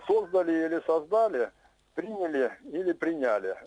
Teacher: И то, и другое правильно. Современные словари позволяют ставить ударение в этих глаголах и на приставке, и на корне. · Term: акцентологических вариантов